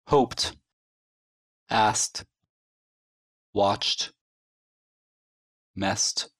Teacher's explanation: Т в глагольных формах на окончании ed, если основа заканчивается на глухой звук.